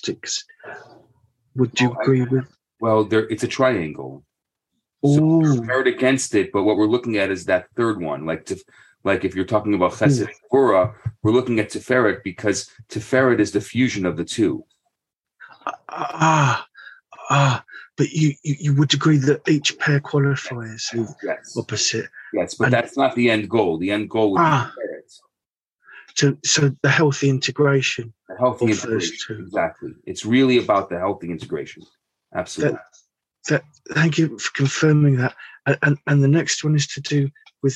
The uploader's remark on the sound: Thursday Morning Class. On ZOOM.